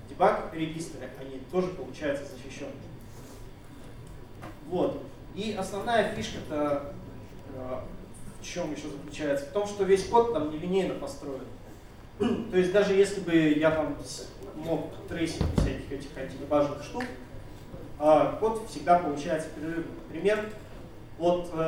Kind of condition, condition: setting, live audience